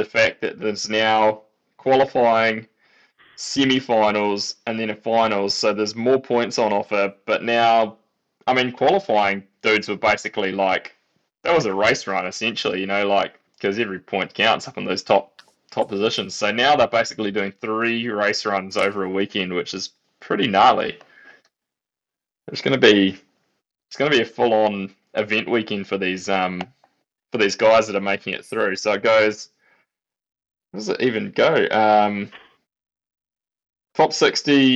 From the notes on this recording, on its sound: We've just changed to a new recording platform and have some audio kinks to work out